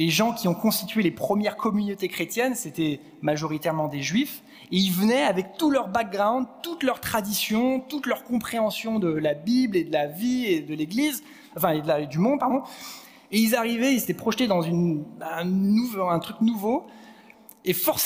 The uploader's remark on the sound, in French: Enregistré à l'église CVV, le 06/11/2022